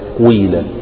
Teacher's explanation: تشم الكسرة صوت الضم وتقلب الألف ياء · Term: إشمام الكسرة صوت الضم